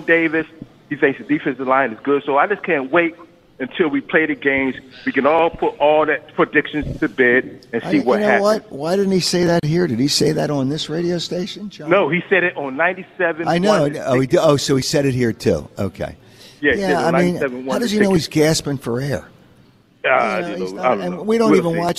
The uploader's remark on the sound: Live from the Borgata